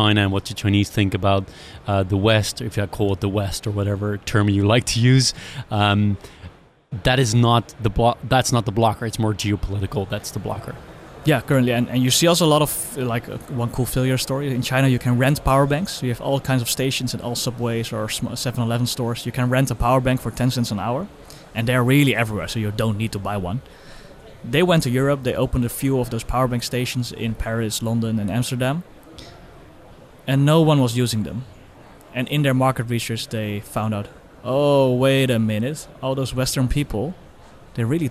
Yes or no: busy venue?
yes